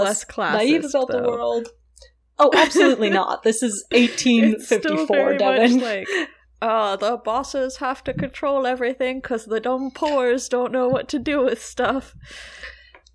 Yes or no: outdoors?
no